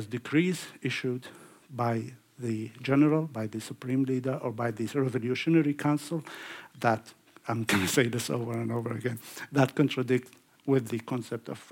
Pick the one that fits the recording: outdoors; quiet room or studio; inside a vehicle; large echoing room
large echoing room